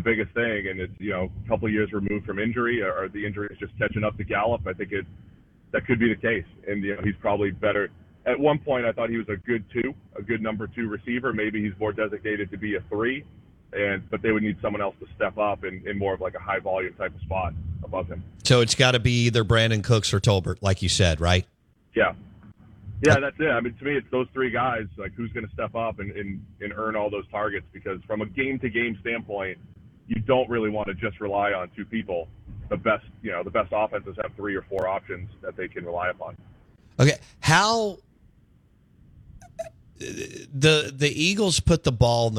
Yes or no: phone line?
yes